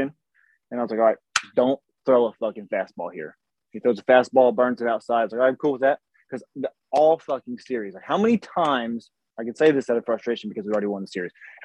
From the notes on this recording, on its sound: We apologize for the audio we had to use Zoom for this episode